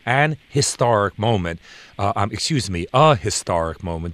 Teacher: In historic, the H is sounded less, but it is still sounded. And it is still aspirated, but the emphasis is on the second syllable.